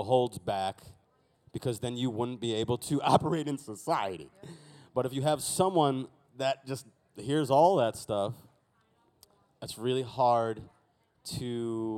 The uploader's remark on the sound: LeakyCon Boston. LIVE FROM LEAKYCON.